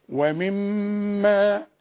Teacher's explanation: أقفل شفايفي في الميم الأولى وافتحها على طول علشان دي ميم مكسور، أقول ومي، إنما التانية ألزق شفايفي مع بعض علشان الحرف ده مشدد، يعني اتنين ميم